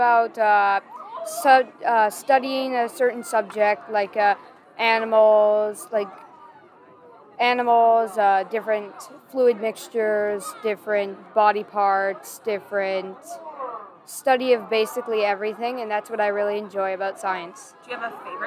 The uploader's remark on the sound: 5 Second Interviews at Science Rendezvous. Do 5-second interviews with kids attending Science Rendezvous.